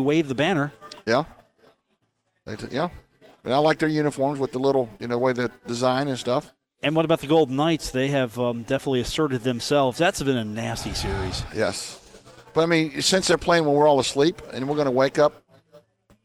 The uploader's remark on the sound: Live from the Union Pub and Grill in Huntington, West Virginia